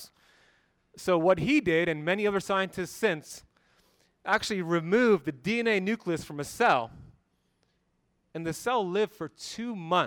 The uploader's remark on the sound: BioHacking Congress Lecture. Live from Las Vegas, Nevada at the BioHacking Congress.